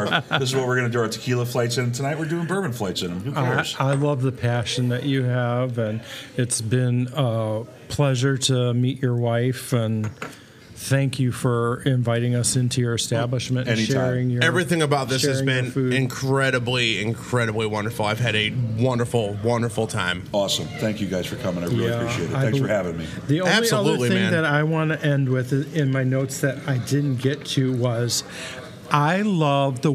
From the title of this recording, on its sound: Live from the Peak Honky Tonk Saloon